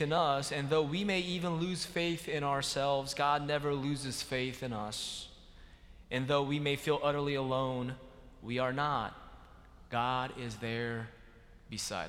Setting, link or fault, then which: setting, large echoing room